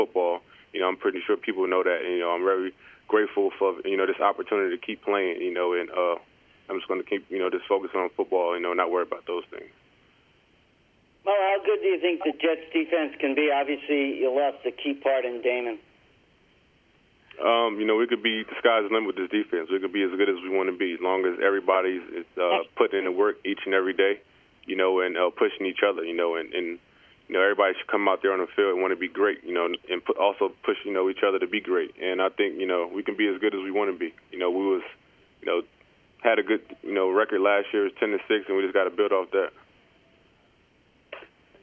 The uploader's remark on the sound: Conference Call. Speaks with the New York Media Regarding His Contract Extension.